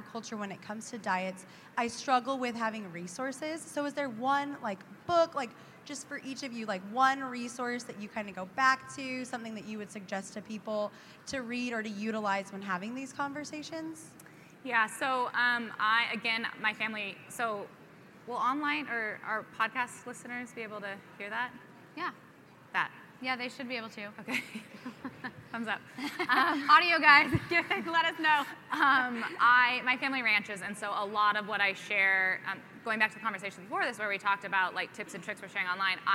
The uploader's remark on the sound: LIVE FROM PUERTO RICO! Going LIVE from the American Farm Bureau Convention in Puerto Rico. Live Q &.